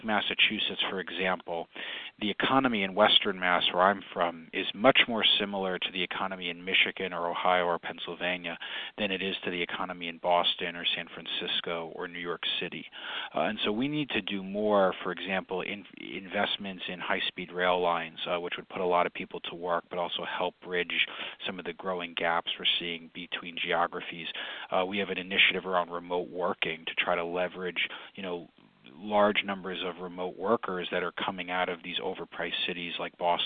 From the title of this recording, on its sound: Conference Call